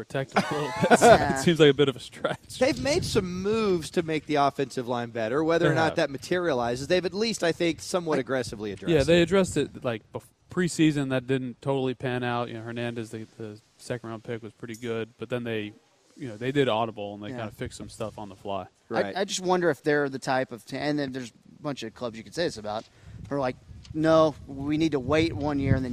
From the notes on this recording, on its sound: Live from the Do It For Durrett event.